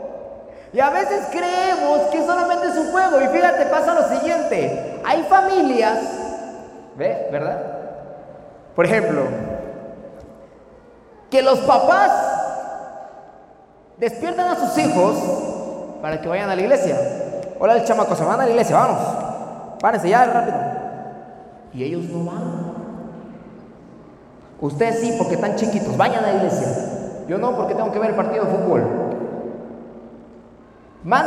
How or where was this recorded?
large echoing room